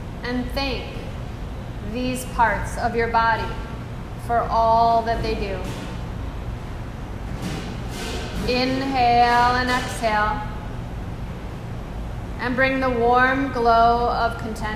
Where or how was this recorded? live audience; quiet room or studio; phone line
live audience